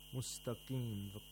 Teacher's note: We have ta, which has tafkhim at the highest level, at the second highest level actually, because the ta has the fatha. مستقيم، the qaf has the lowest level of tafkhim because it has a ya ul mad.